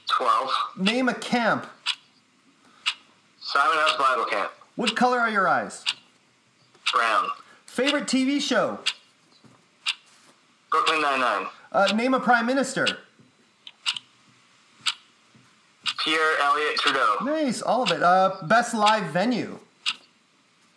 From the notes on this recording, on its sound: virtually drops by CrapCental